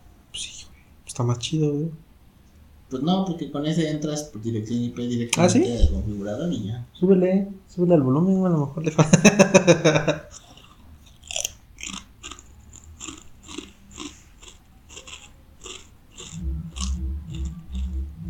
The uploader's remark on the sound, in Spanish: ¿Y si grabamos lo de la peda, salieron temas bien chidos? Un poco de música Lo-Fi y platica sin sentido. Precaución, ruido de botaneo regular, puede llegar a molestar a algunos usuarios.